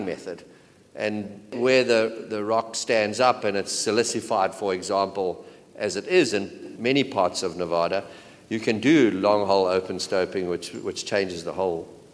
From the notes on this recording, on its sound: This exclusive interview was recorded live as a "fireside chat". At The Northern Miner's Canadian Mining Symposium held at Canada House on Trafalgar Square in London, U.K.